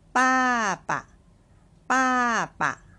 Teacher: ป้าตัวที่สองนะคะเป็นเสียงเบาค่ะอ่านแค่ปะแค่นี้นะคะ